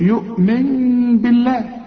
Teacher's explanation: هنا الاقلاب اللي احنا خدناه، شوف يؤمن بالله، بتقلب، ولذلك رسم لك فوق النون ميم، لو سمحت اقلب النون لميم واخفيها وغنها وما تضم الشفايفة